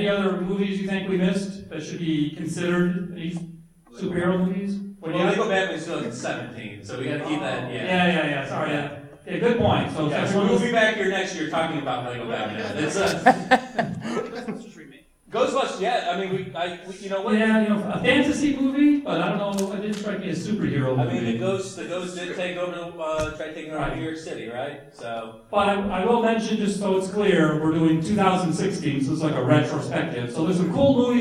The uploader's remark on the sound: The Great Debate at Indiana Comic Con 2017. An interactive panel, our audience joined in to argue about their favorite films.